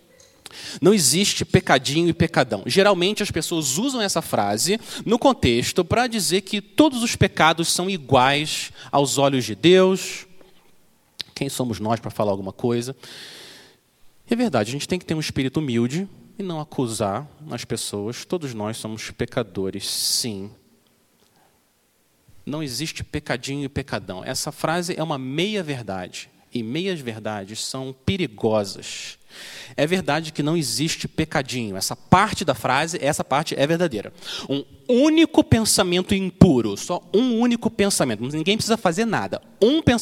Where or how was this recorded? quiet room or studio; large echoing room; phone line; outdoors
large echoing room